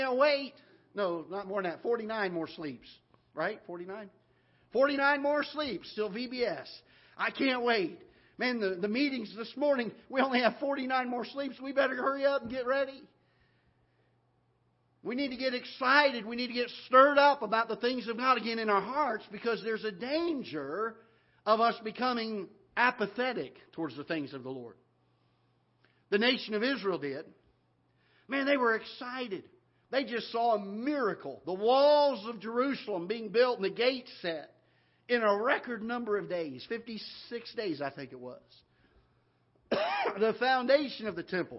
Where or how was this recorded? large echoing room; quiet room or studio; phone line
large echoing room